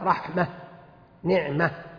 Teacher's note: يقفون على التاء وينطقون هاء، رحمة، نعمة، عند الوقف، مراعاة للأصل، مراعاة للأصل.